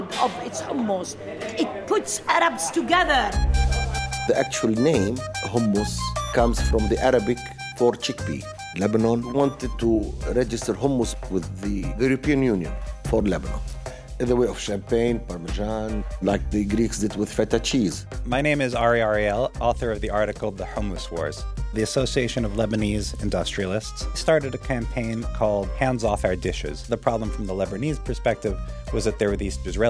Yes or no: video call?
no